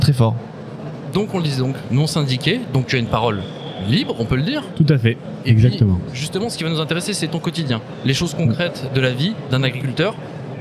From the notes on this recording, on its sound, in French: Cette semaine nous avons enregistré un épisode spécial au Salon International d'Agriculture.